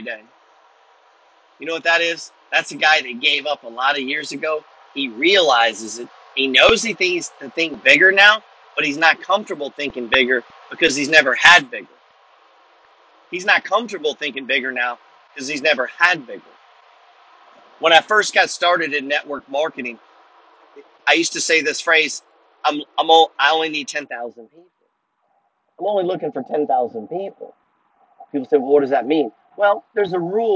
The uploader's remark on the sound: Audio issues on this message, both worth the effort nonetheless.